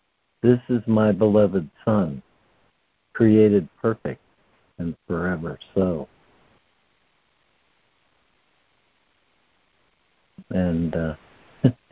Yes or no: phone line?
yes